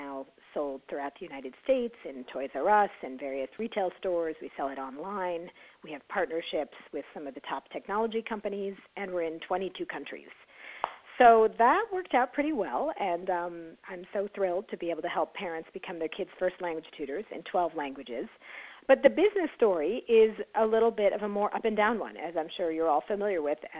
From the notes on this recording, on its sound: On our conference call